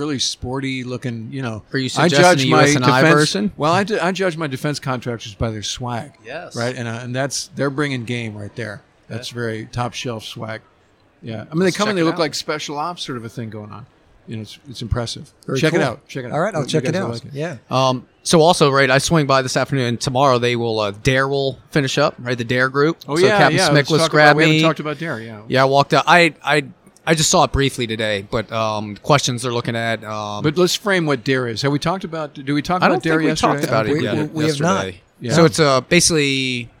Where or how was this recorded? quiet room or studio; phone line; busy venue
busy venue